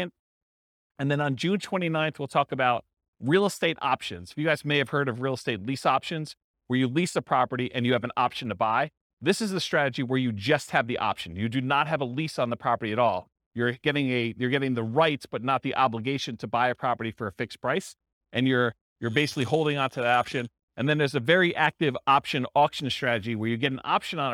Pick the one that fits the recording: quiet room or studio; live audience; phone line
live audience